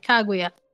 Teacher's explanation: Um pouquinho seria mais só no tipo, mais bem levinho no K, mas não tem sílaba tônica.